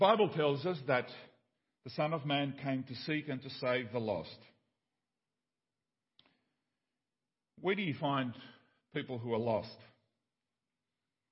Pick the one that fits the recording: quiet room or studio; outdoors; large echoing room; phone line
large echoing room